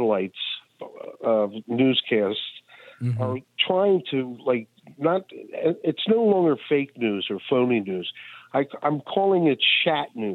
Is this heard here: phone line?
yes